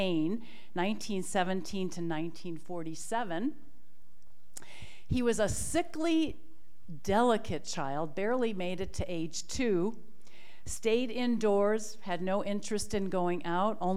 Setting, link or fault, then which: setting, live audience